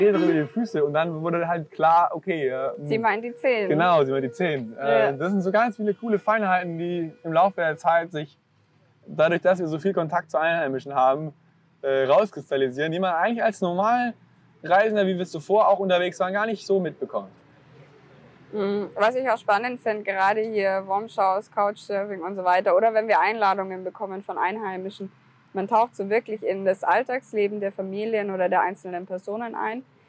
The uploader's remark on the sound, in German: Da das ganze ja live auf der Parkbank und nicht in einem "ruhigen Tonstudio" aufgenommen wurde, gehören ein paar Nebengeräusche einfach mit dazu ;)